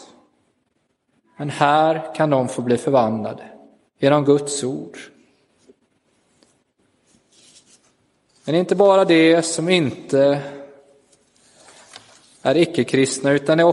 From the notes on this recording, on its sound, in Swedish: Inspelad i Roseniuskyrkan den 16 april 2023.